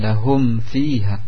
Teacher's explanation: Di mimnya jangan dipanjangkan. Lahum fiha pendek.